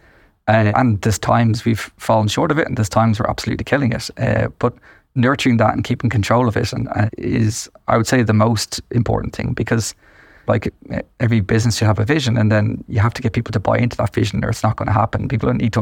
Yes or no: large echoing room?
no